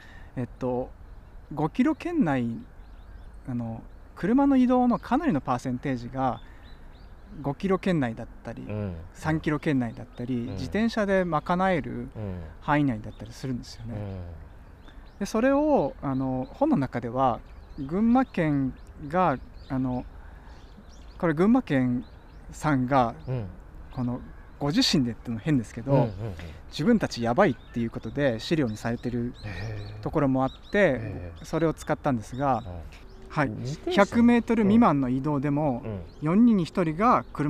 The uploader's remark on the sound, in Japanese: 収録地： 神奈川県川崎市 多摩川のほとり。本には書ききれなかった思いを川原で語った。収録地： 神奈川県川崎市 多摩川のほとり。収録機材： ZOOM F3 (レコーダー)、 ZOOM ZSG-1（マイク）。